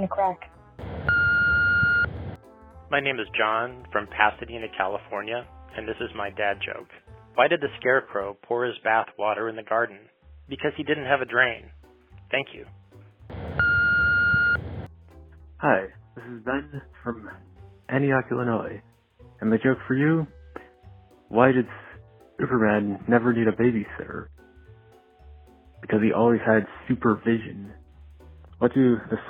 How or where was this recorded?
phone line